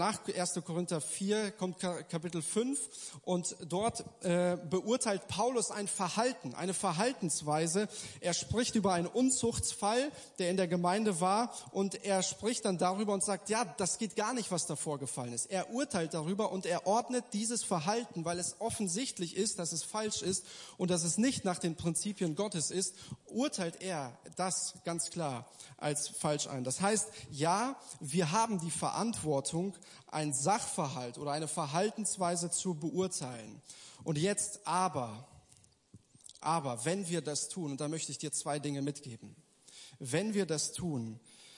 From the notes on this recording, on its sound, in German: Gottesdienst der Kirche für Bonn